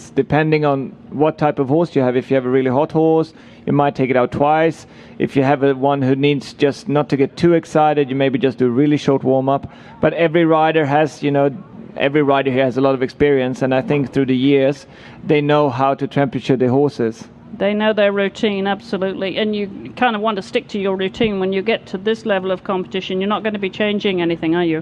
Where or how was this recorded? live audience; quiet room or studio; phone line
live audience